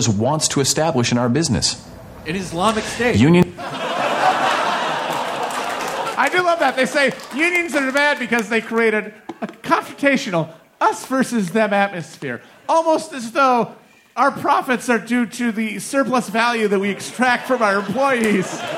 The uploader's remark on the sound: Recorded live at the Brooklyn Pod Fest at The Bell House.